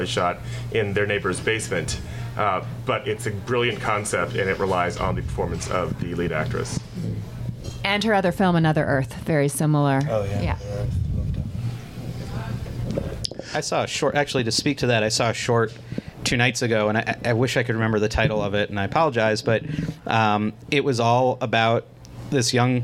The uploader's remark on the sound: Boston SciFilm Fest Panel. This episode of the podcast was recorded live at Orleans Restaurant in Davis Square as part of the 44th Annual Boston SciFi Film Festival .